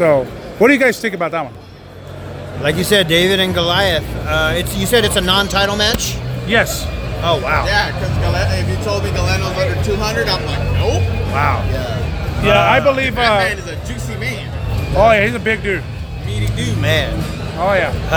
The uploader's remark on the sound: Special Live On Location Podcast Episode reporting from Wilmington, Ca at PCW Ultra Anniversary VIII